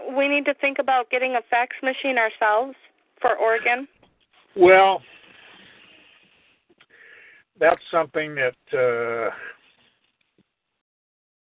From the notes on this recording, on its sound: Oregon National Liberty Alliance Call. Welcome to the Unified Oregon Common Law Grand Jury Conference Call.